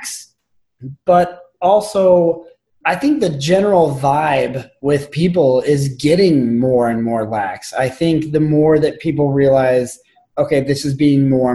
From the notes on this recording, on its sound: Virtual happy hour Zoom chat. This edition is another video/audio extended edition.